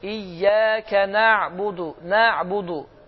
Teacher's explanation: ayin hərfi ayindir, amma biraz yağlıdır və boğazın ortasından çıxır